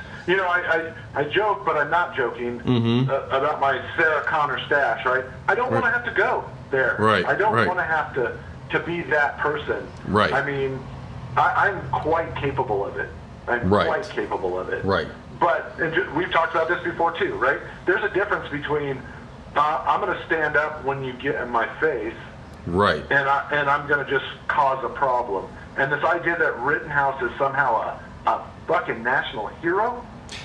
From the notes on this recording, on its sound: Various callers, including usual guests and others call in to discuss their feelings and frustrations. Music keeps playing....